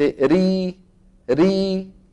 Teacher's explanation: لما بتقول أنت ري ري ما في تضيق ولا في تفخيم، بخلاف را را